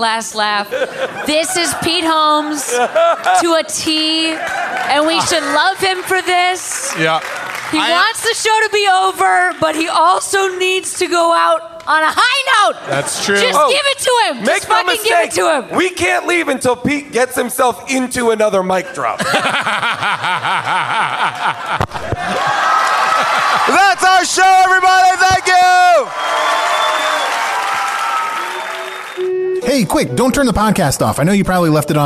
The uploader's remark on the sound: LIVE from the world famous Largo at the Coronet in Los Angeles